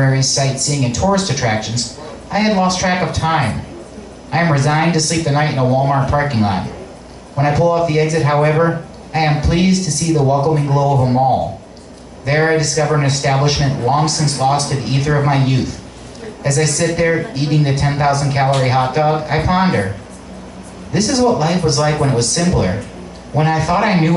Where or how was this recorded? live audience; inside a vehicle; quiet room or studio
live audience